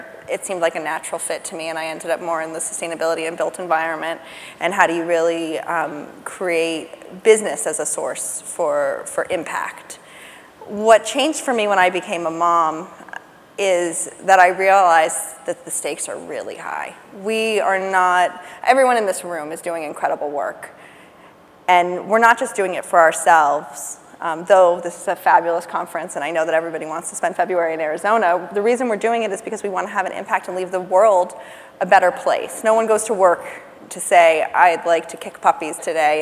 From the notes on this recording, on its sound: The best of live interviews from GreenBiz events. On stage together, for the first time.